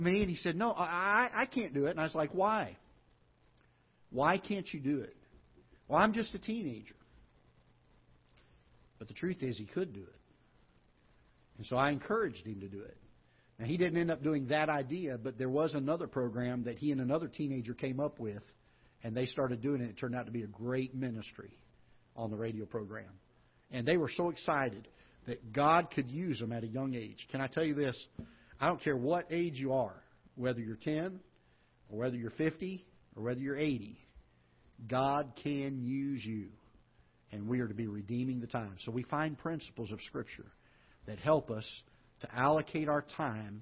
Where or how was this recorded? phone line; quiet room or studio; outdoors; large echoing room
large echoing room